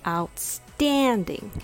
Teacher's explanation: Pronounce it with stress on the second syllable, outstanding, and use it to compliment review and applaud achievements or performances.